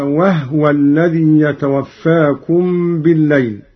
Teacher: قرأ قالون بإسكان الهاء على التخفيف